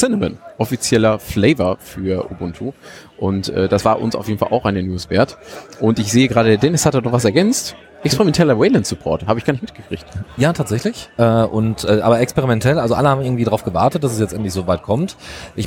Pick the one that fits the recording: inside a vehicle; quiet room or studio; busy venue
busy venue